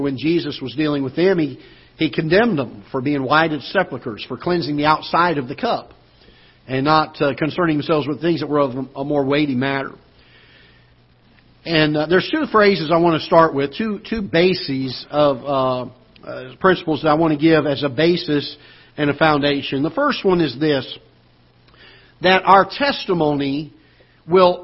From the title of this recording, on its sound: Ketha Heights Baptist Church ~ Live Broadcast